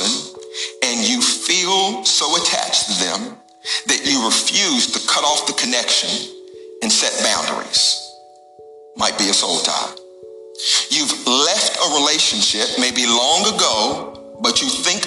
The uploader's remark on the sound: Recorded at the Alive Church.